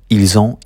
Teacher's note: You got that nice little liaison there with ils ont.